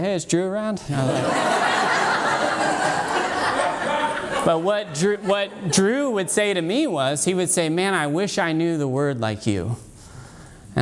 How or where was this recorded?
live audience